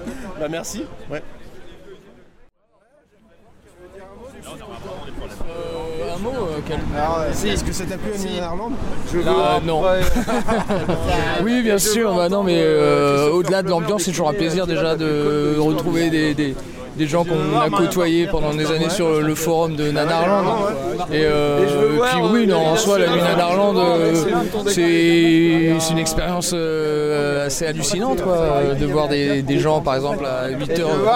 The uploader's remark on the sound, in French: Retour audio sur l'édition 2022 avec quelques réactions cueuillies à chaud à la sortie du Grand Rex au petit matin de la 6ème nuit Nanarland.